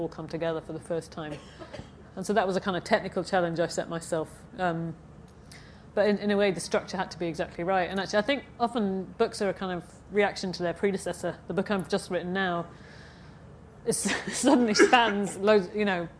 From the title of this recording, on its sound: at Edinburgh International Book Festival (edbookfest)